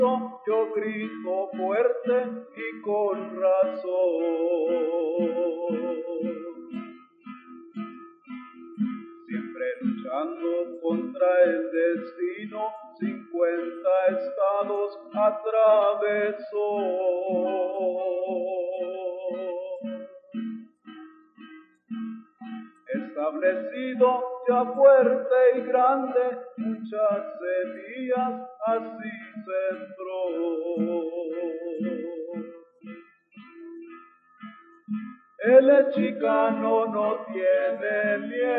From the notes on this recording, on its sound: This talk was given at Michigan State University in the winter of 1996. We apologize for the sound. A lot of work went into cleaning up the audio.